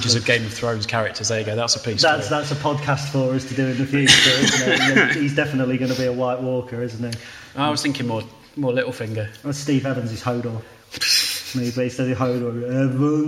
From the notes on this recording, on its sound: LIVE from the EPC. We were privileged enough to be invited to the Elite Performance Centre.